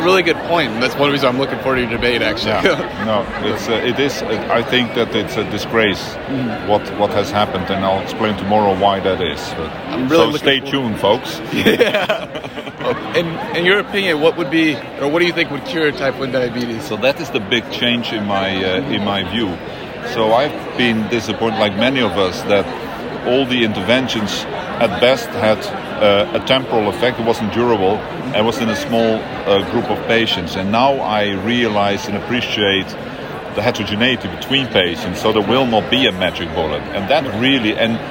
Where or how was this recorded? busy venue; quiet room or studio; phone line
busy venue